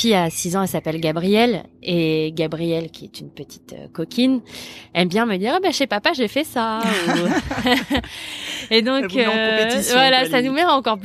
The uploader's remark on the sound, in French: J’ai enregistré cet épisode sous une belle matinée de juillet ensoleillée, sur la terrasse. Le chant des oiseaux nous a accompagné tout le long, ce fut très agréable !